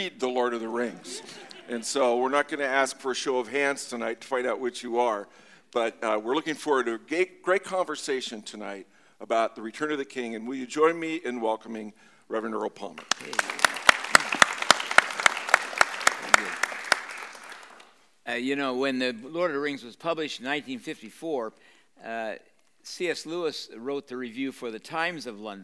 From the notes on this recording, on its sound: Recorded live at the Walker-Ames Room in Kane Hall on the University of Washington Campus.